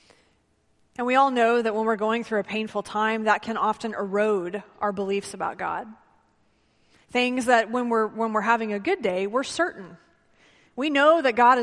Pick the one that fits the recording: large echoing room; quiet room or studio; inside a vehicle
large echoing room